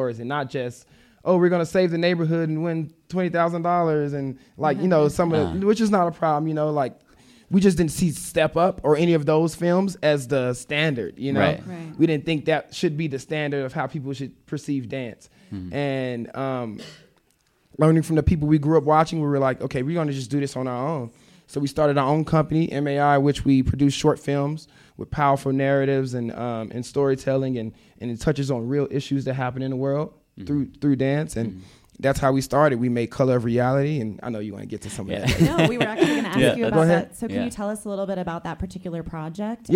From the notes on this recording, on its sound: Today we are bringing you a live podcast recording from the Vail Dance Festival. This live podcast was recorded at Manor Vail Lodge.